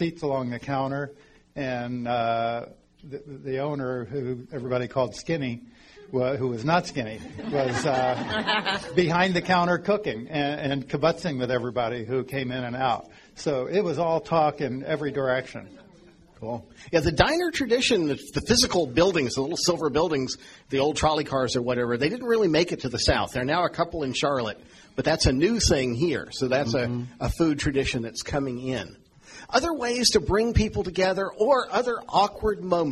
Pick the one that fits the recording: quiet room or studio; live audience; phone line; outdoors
live audience